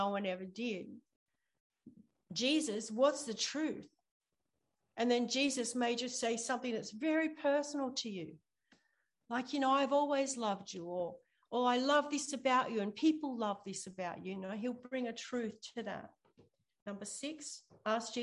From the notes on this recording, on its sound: ZOOM Church